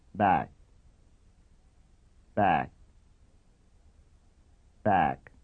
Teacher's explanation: That means that the air is stopped by the tongue, pressing up against the velum, which is in the top of the mouth at the back, where the little tit hangs down. When ga is in syllable final position, the tongue is released slowly after production, so that there is no audible release of air. When this sound occurs in syllable final position in English words, it is usually pronounced the same way, back. · Term: velar stop